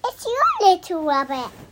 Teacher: But what she says is rabbit, because again, she is copying what she sees people do, and that's a very common thing to do in the UK, drop your T's